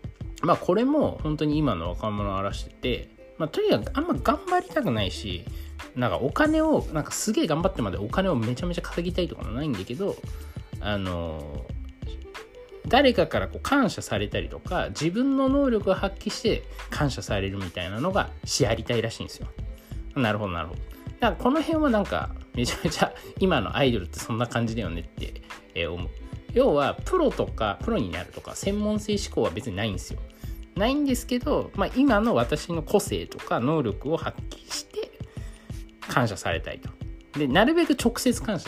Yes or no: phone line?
no